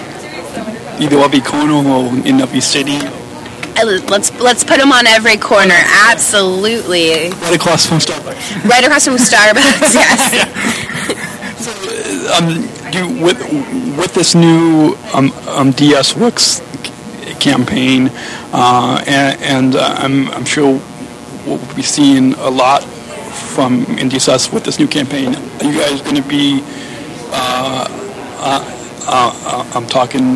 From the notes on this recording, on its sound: podcasting live from the 2016 National Association For Down Syndrome (NADS) Next Steps Conference